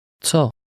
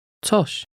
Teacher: The only difference is the soft sh sound at the end of the word for something. · Shown in: second take